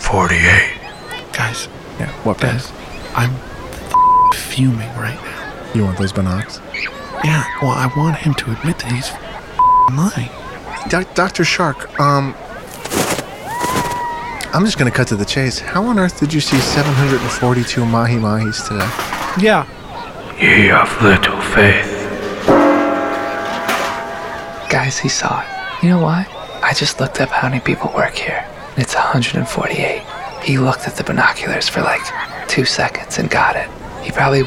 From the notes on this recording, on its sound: The boys are on a luxurious private beach and decide to record square in the middle of the resort's finest hotel lobby.